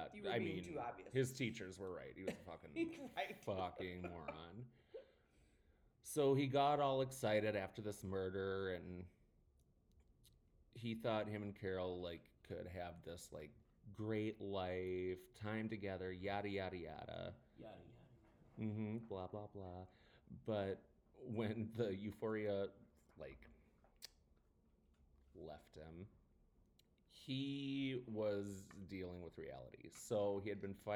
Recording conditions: echo